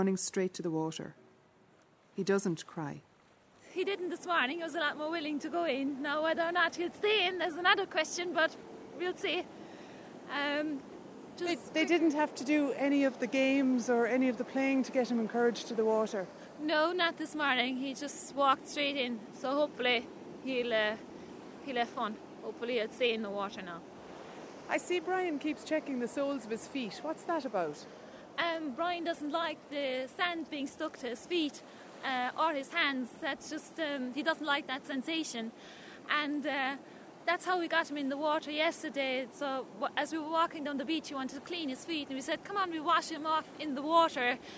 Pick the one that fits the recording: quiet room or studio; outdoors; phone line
outdoors